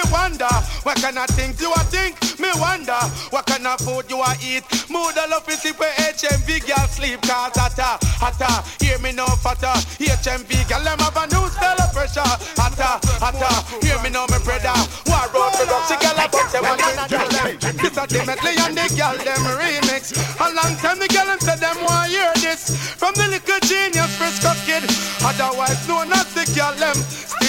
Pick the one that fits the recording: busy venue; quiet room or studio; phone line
busy venue